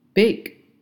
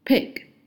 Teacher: 对于浊辅音 b 来说的话，你发音的时候你的声带会震动的，但对于轻辅音 p，你发音的时候你的声带是不会震动的